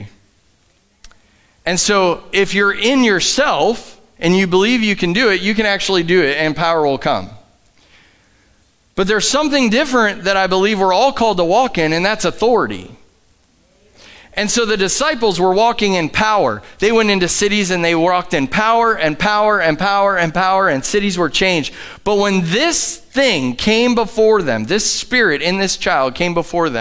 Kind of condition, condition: setting, large echoing room